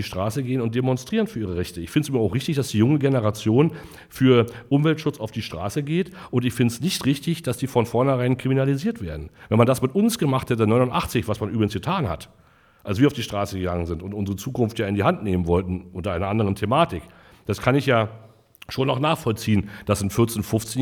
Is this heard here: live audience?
yes